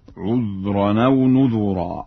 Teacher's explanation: فإن ورشا يقرأ بضم الذال في لفظ نذرا هكذا: عذرا أو نذرا.